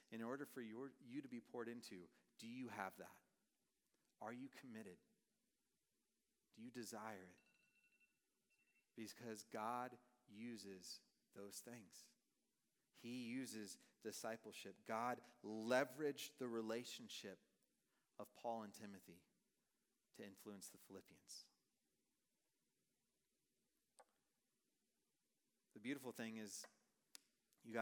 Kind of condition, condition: setting, large echoing room